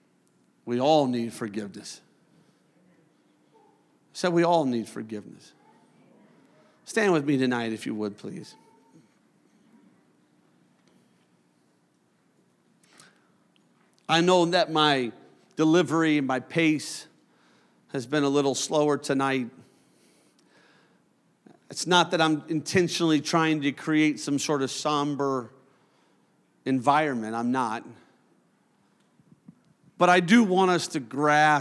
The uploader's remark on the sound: a service recording from Connect Point UPC